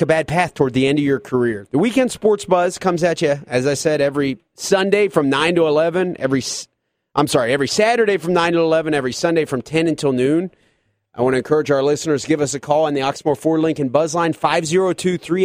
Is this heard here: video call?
no